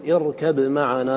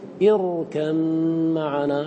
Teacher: اختلف عنه في باء يركب عند الميم من معنى وثاء يلهث عند الذال من ذلك، فمنهم من أظهر ومنهم من أدغم